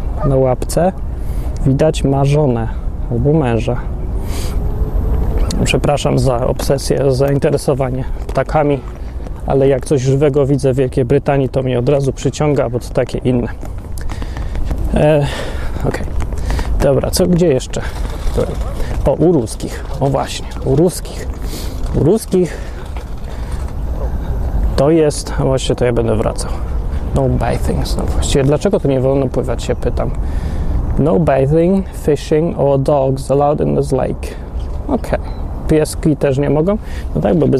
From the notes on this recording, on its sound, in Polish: Odcinek nagrany w Londynie, podczas łażenia po Hyde Park'u. Można w nim zobaczyć dużo trawy, wiewiórki, kaczki i inne takie.